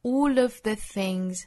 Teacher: 在后面有元音的时候呢连读带出小的这个 l 的音，舌尖要弹下来